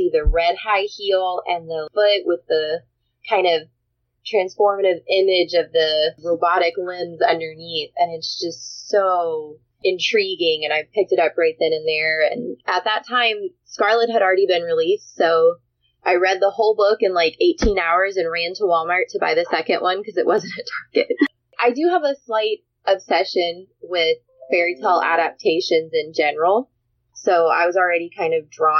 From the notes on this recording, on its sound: What this episode lacks in audio quality it makes up for in content!